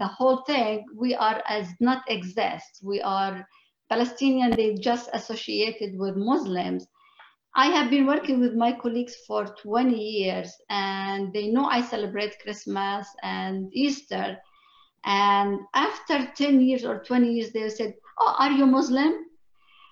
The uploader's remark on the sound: Two-part online event series. Round table discussions featuring educators, activists, civil rights advocates, and law experts. This event was held online via Zoom.